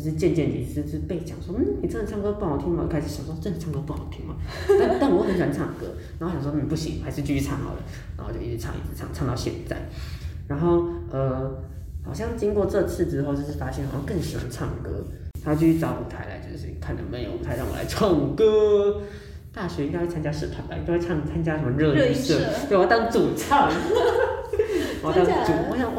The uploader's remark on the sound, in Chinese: 回音較大，請見諒